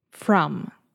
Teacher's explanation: Então, também eu quero que vocês tenham muita atenção na palavra from, from, que a maioria dos brasileiros querem falar from, from. Mas com M no final em inglês, você precisa fechar a boca totalmente. Se chama um consoante bilabial, que quer dizer os lábios estão se tocando. Então não é from, é from.